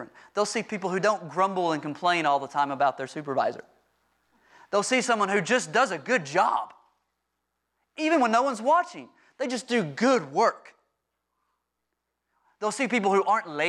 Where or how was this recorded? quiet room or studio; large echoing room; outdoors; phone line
large echoing room